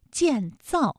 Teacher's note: 建这个字呢可以读得轻一些，造呢就重一些，建造。哎，这样听上去呢，语流上有一些变化，像行云流水一样，非常自然，就好听了。为什么外国人在说汉语的时候，虽然每个字都对，但是听上去生硬呢？就是因为声调不够流畅，即便声调对 · 都是四声组合的词语，读起来呢很容易读得生硬，因为它都是降调